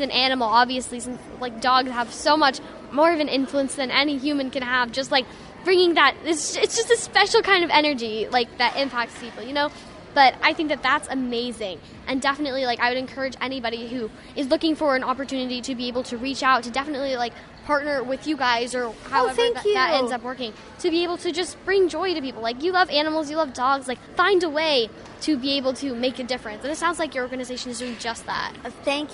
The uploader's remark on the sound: we go live to the Red Carpet Film Premiere